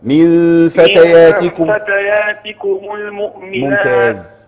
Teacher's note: بتخلي الميم بين الكسر والضم، انا عايزها مضمومة · Term: ميم الجمع